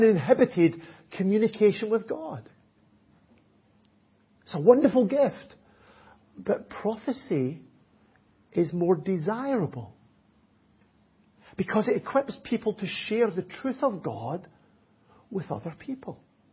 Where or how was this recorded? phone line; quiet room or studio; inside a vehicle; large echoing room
large echoing room